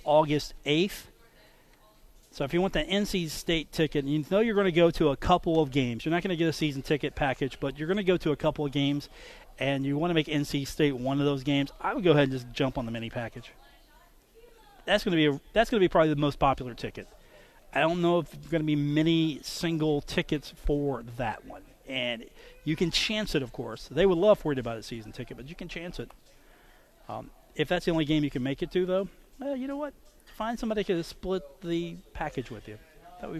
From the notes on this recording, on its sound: today from The Union Pub and Grill in Huntington